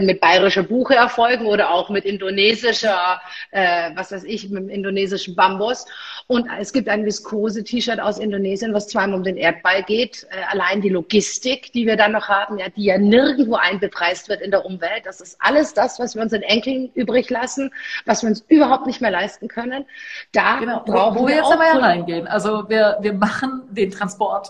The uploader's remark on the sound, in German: Das Interview fand live auf Instagram statt